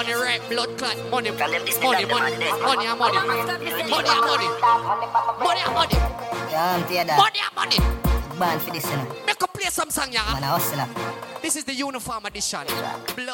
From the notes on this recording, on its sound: LIVE AUDIO SET FROM ISLAND BREAKOUT KAVOS 2023